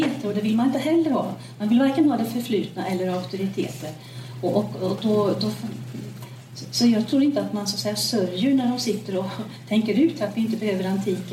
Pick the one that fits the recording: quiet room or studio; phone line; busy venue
busy venue